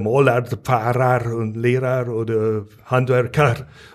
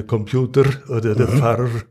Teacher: die Endung ar die, die man als typisch allgäuerisch ansehen kann · Shown in: first take